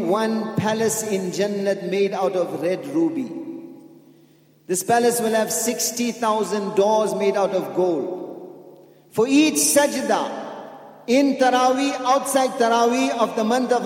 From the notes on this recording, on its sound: at the Houghton Masjid (West Street)